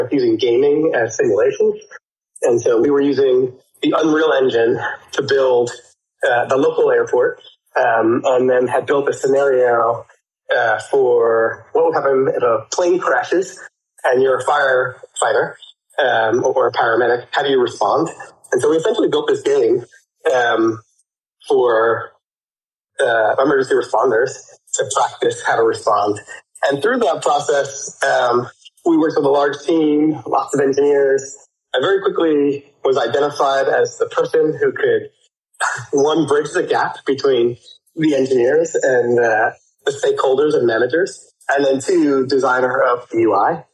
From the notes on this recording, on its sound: Recorded live on Shardeum Discord on 13th February, 3 PM UTC.